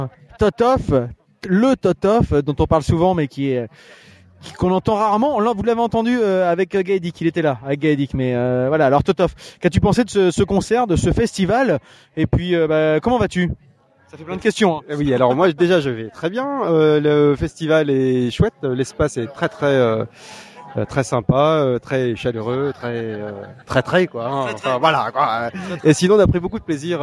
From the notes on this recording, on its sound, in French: Nous étions à Houppeville pour la 2ème édition du festival Houppstock